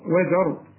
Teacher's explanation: الواو والزاي أو الزين دي مرققة، وزر الراء فخمها